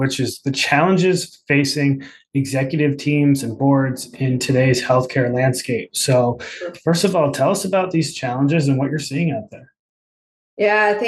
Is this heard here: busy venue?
no